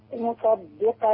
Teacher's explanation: احنا قلنا الدال المشدده هنجيب الدالين الاثنين مرققين